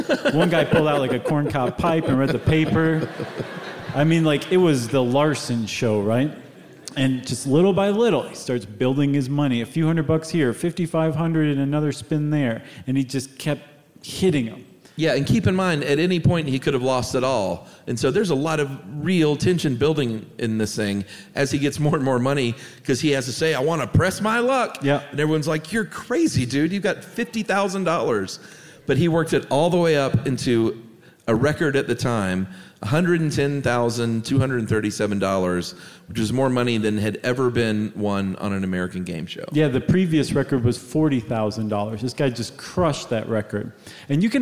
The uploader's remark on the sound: at the Gothic Theatre in Denver for this live show